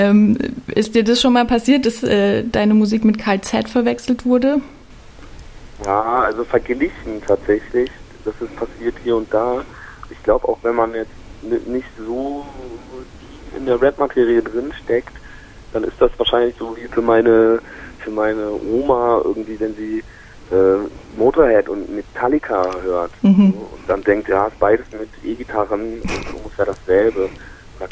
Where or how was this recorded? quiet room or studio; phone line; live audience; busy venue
phone line